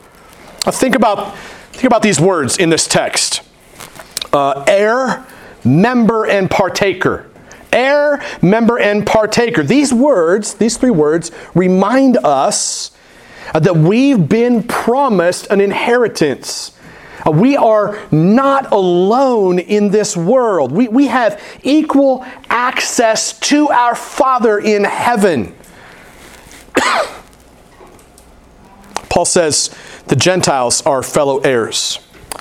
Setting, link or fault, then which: setting, large echoing room